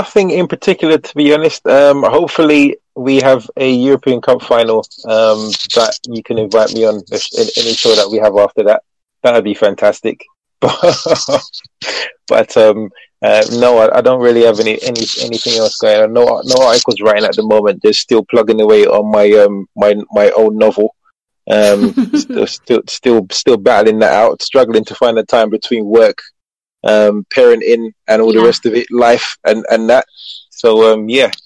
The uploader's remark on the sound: Post Match Call In LIVE